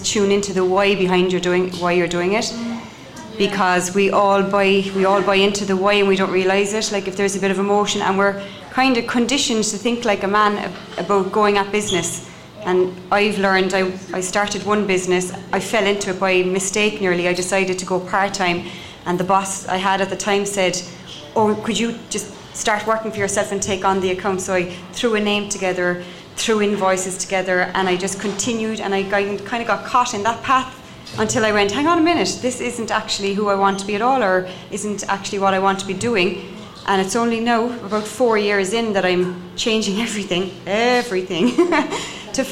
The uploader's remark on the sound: Our first live podcast held at Brown Thomas Cork.